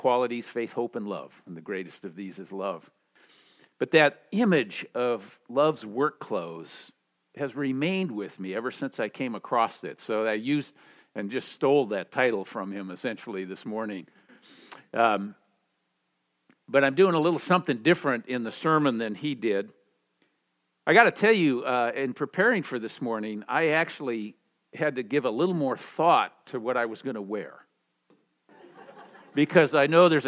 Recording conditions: large echoing room